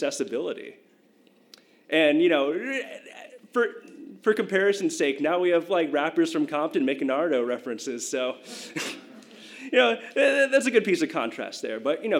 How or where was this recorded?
live audience